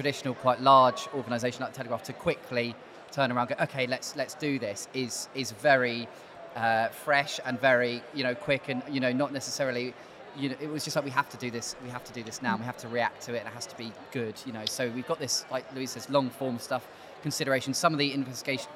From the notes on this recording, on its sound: Live in London.